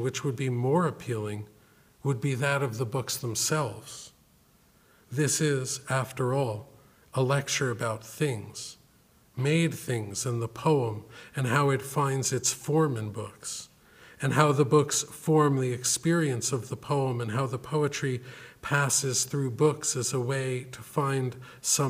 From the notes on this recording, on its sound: This lecture was given October 16, 2014, at Harvard University’s Woodberry Poetry Room. Thank you to the Woodberry Poetry Room for partnering with the Series for this event.